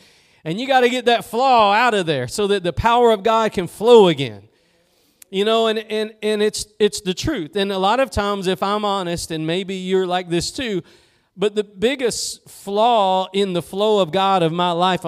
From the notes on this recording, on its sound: Preached at Gospel Lighthouse in Bossier City, La.